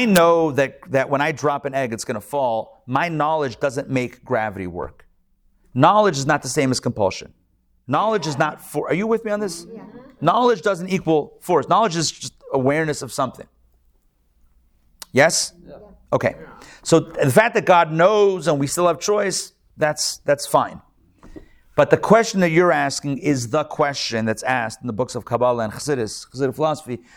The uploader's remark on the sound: Recorded live at Atlanta on June 22, 2022